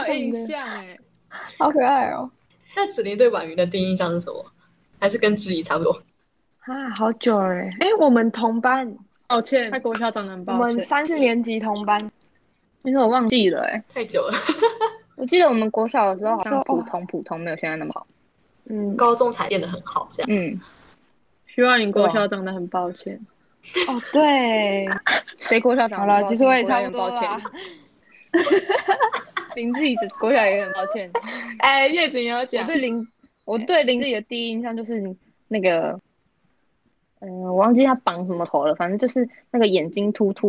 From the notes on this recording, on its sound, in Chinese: 由於設備問題，本集節目透過線上會議室錄製，延遲情況較嚴重，請多包涵！